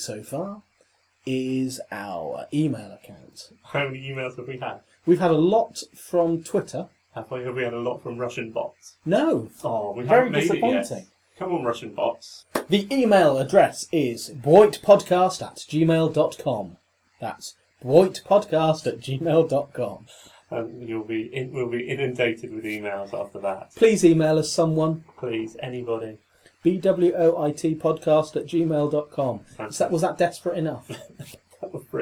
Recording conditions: poor sound quality